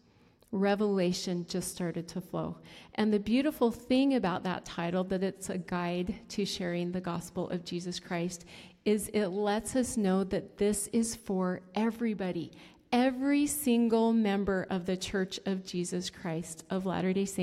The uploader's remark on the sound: At the Together in Christ YSA Conference in Salt Lake City. This episode was filmed in front of a live audience and the video can be seen on You Tube.